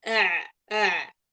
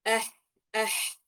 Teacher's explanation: أنت بتشعر فيها إنه العين أبعد قليلا من الحاء، والحاء هي الأقرب قليلا